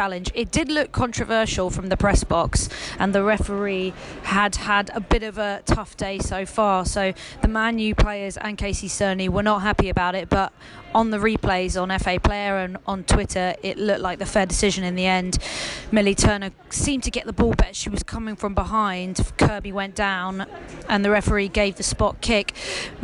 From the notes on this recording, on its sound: Women's Football Weekend Special from the Tottenham Hotspur Stadium. We've got a special show for you live from Spurs' stadium. LIVE from the stadium.